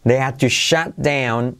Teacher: la T de shut, que casi no se pronuncia